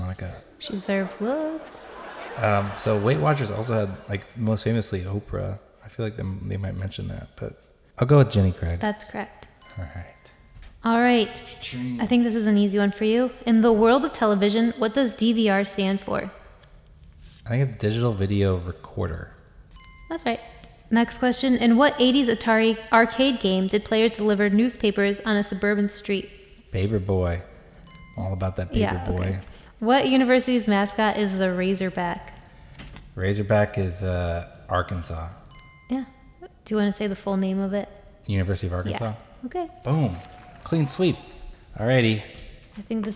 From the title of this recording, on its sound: Live at Largo